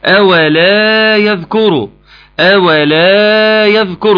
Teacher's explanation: بظهر الالف المادي جيدا لان هو بيوضح لي النفي